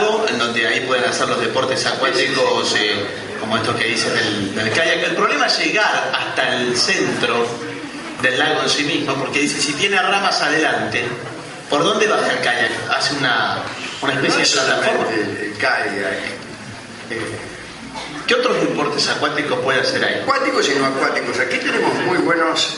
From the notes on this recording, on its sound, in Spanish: En el Aula Magna de la sede del Rectorado de la Unicén. Realizó una emisión del programa radial "La Venganza será Terrible", emitida por los micrófonos de Radio Del Plata.